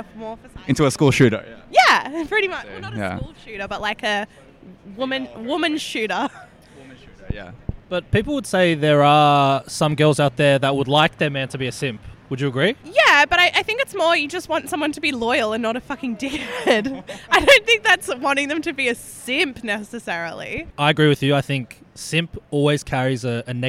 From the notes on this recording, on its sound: We pop a squat outside the apple store on George street in Sydney